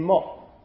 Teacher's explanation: we can not release the air. There is no audible release.